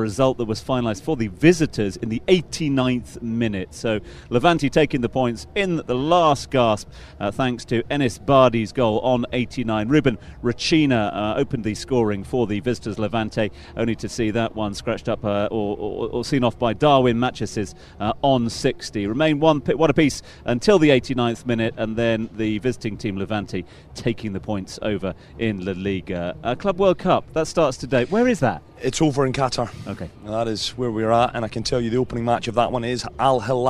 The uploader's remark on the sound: From the rooftop garden of Barasti